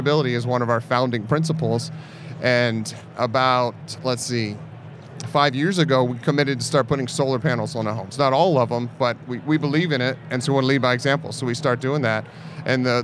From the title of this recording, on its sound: Live at IBS